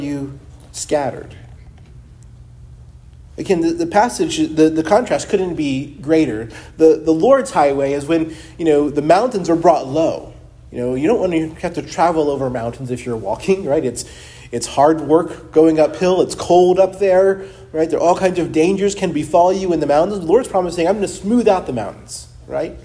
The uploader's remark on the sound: preached at Christ Our Savior Baptist Church